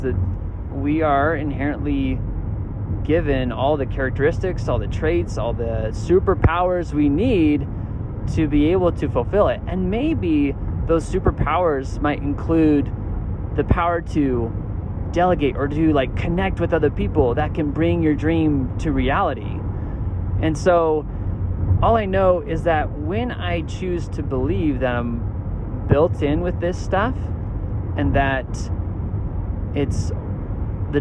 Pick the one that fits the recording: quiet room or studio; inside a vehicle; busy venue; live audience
inside a vehicle